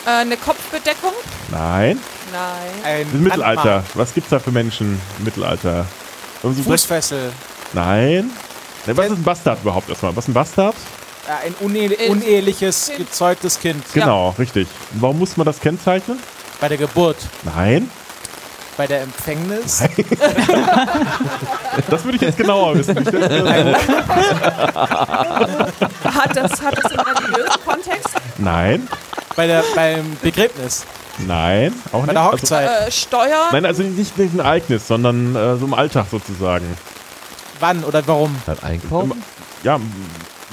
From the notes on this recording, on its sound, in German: Und so konnten weder 13 Grad Außentemperatur, noch die wechselnden Niederschlagsmengen unseren heiteren Gartenplausch. Durch ein dazu passendes Publikumsspiel ergänzt. Die Live-Verkostung eines Biergeschenks blieb auch nicht ganz folgenlos. Bei dieser ersten “Show” der Veranstaltung hatte die Technik noch etwas mit der erst kurz zuvor nur prototypisch zusammengestellten Audio-Video-Technik zu kämpfen.